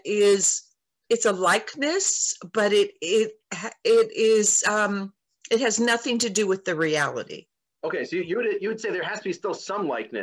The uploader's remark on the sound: This audio was originally captured from Zoom.